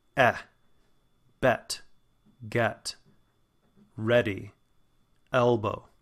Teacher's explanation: our mouths are getting more open, and it's also moving back. That's why you have that sort of slant to the chart, that it is moving back in the mouth a little bit.